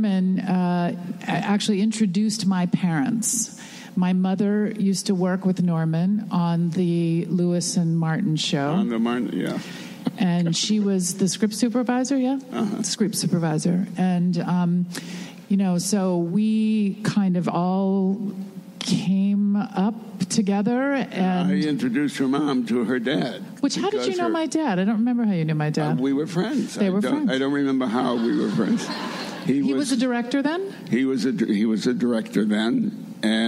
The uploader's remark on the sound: Following a screening of the new documentary about …, Just Another Version of You. Recorded at ATX Television Festival on June 10, 2016.